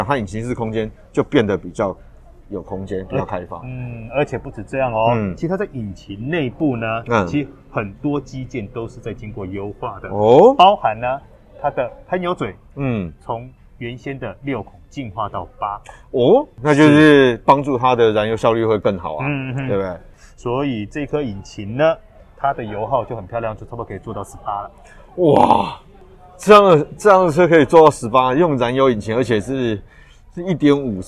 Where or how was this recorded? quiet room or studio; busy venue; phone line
busy venue